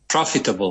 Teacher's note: The emphasis on the first syllable